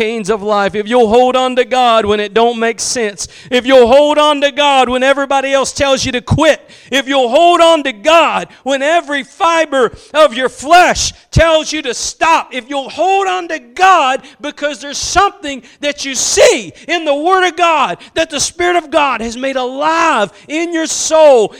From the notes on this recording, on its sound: Preached at Gospel Lighthouse in Bossier City, La.